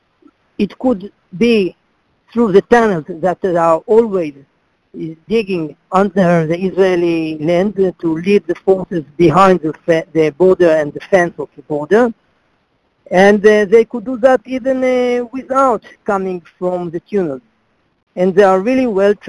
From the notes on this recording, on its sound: in a conference call on June 28, 2018